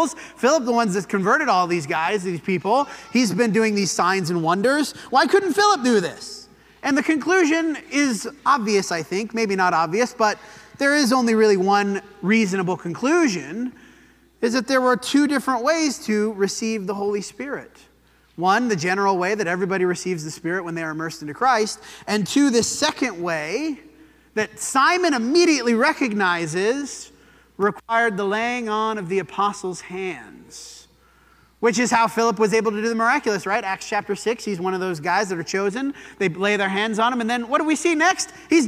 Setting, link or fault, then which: setting, large echoing room